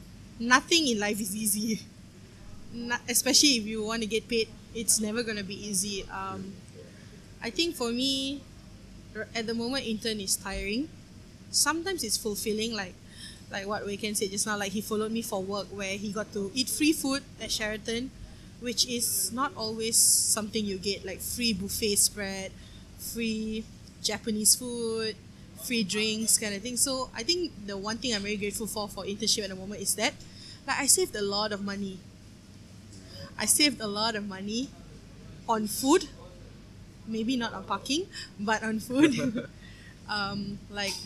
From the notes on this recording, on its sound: we went to a cafe and recorded this episode.